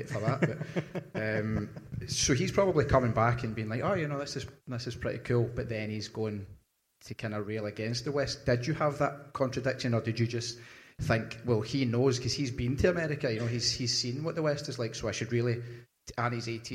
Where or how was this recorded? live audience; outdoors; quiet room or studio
live audience